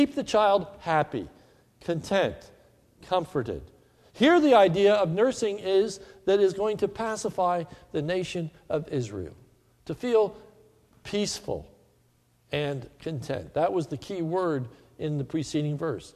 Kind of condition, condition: setting, large echoing room